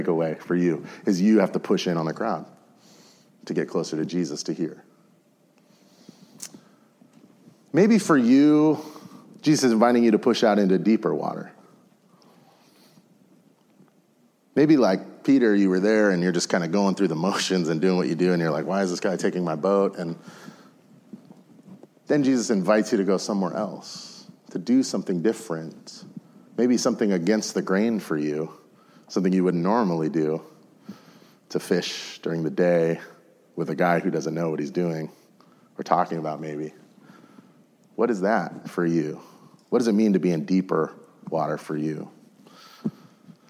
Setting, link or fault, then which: setting, large echoing room